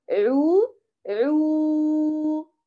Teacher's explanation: خرج الواو امتدادا لهذا الضم. الضم كان نقيا فخرجت الواو نقية تماما. كذلك لو قلت عو عو ما ضميت العين جيدا سيخرج عو، حرف الأو الأعجمي، فهذا خطأ أيضا شائع. · Term: امتداد الضم واو